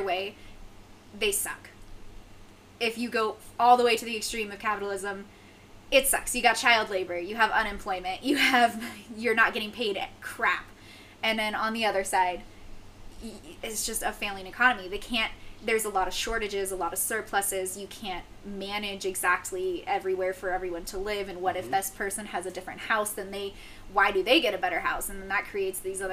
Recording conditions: poor microphone